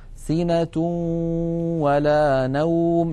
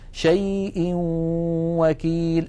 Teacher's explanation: إدغام النون الساكنة والتنوين في الواو والياء إدغاما ناقصا تبقى فيه الغنة · Term: الإدغام الناقص